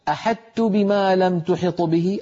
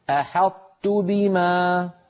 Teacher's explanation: فيطبقون ألسنتهم على طاء غير مقلقلة ثم يجافون اللسان ويباعدونه عن تاء. · Shown in: second take · Term: يدغمون الطاء في التاء